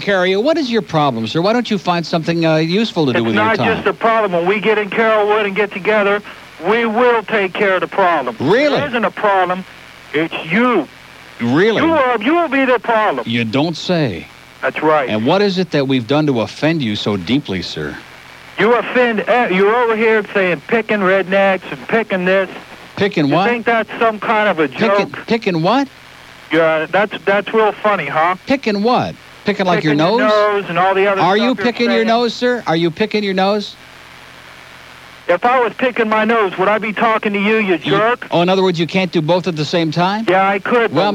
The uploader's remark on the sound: 2nd day of WIOD simulcast on 620 WSUN in Tampa. Gets calls all over the state.